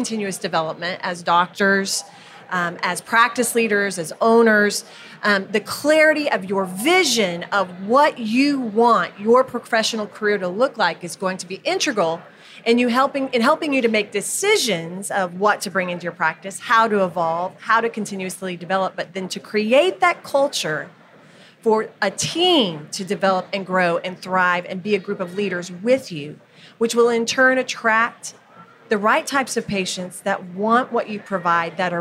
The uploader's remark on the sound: We are thrilled to be recording this episode of the Jameson Files live at the American Dental Association’s SmileCon 2022 meeting in Houston, Texas.